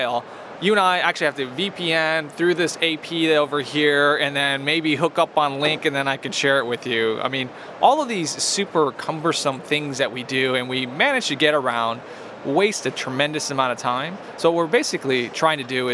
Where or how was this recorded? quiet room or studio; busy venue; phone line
busy venue